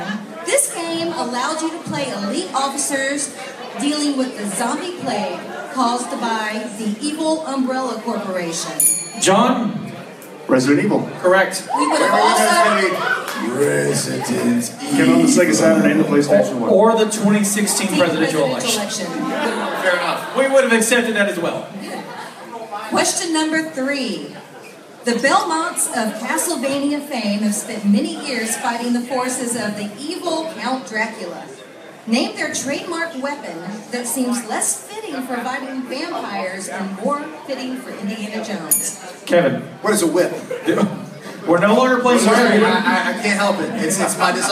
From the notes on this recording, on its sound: This week we are live from Charleston, West Virgniia at ShockaCon.